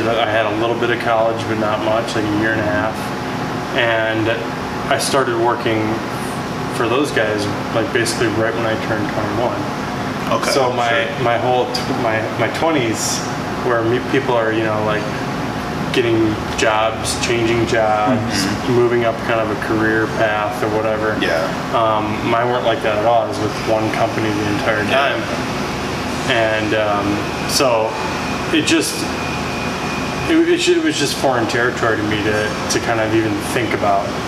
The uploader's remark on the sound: I apologize for the background noise!!!